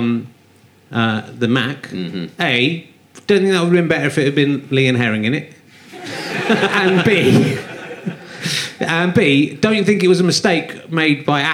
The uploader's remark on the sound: Leicester Square Theatre Podcast.